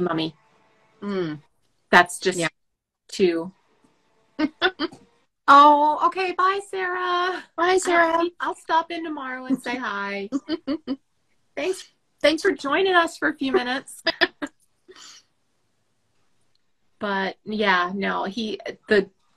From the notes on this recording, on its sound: recording our first Instagram LIVE